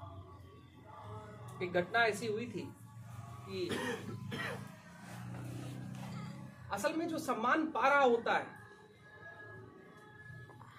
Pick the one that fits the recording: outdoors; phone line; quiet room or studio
outdoors